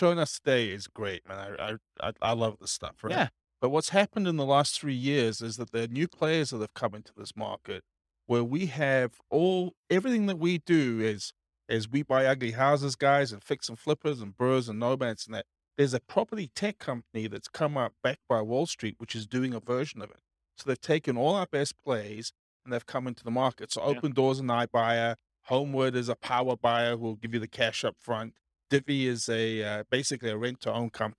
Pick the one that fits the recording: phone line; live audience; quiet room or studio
live audience